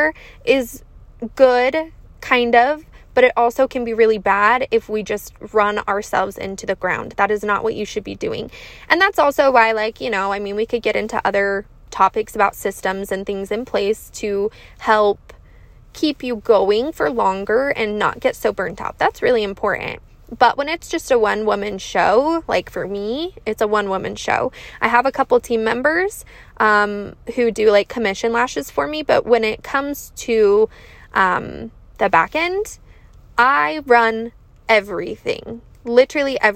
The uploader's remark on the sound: This is a random mini episode coming to you from my car on a short drive.